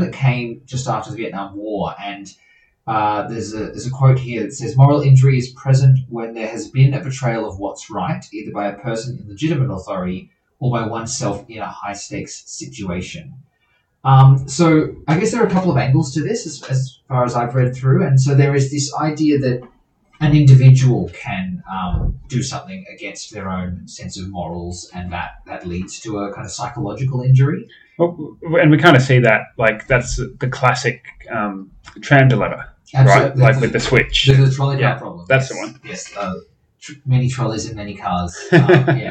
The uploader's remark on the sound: The audio on this episode is a whole lot worse than our others. We trailed a different recording setup for a few episodes.